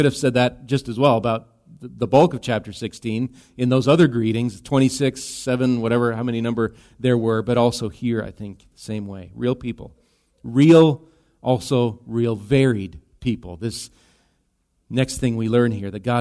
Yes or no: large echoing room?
yes